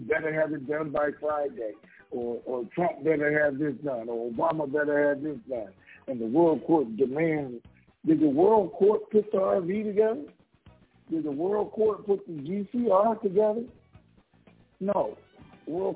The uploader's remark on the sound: TNTSuperfantastic Conference Call